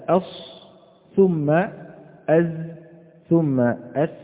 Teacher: تلاحظ هبوط منحنى درجة الصفير رويدا رويدا. إذن أقوى الدرجات في الصاد ثم الزاي ثم السين.